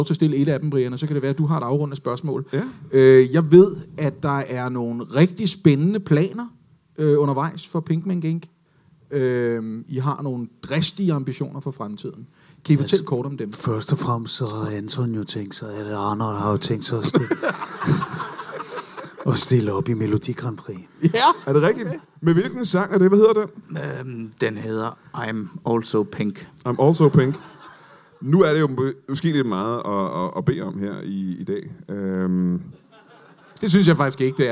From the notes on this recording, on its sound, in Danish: LIVE fra Comedy Zoo I Aarhus.